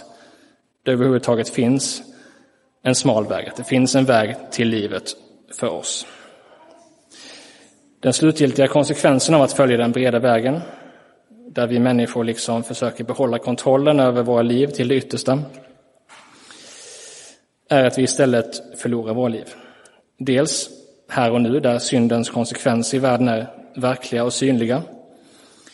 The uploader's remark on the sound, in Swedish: Inspelad i Roseniuskyrkan den 30 juli 2023.